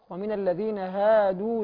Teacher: ننبه الى ان الهادوا طبعا مرققه الالف فيه